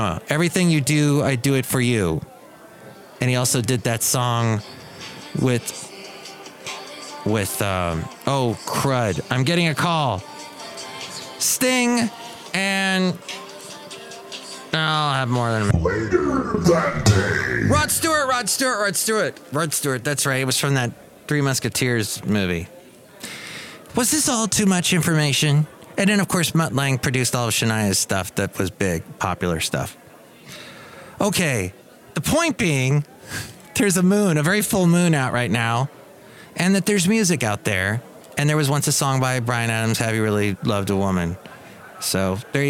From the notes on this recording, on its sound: podcasts live from Cafe Anyway